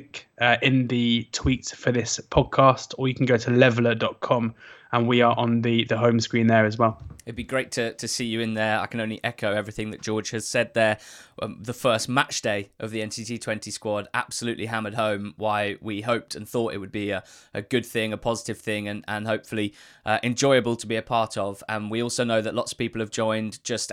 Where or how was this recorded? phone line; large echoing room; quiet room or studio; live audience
quiet room or studio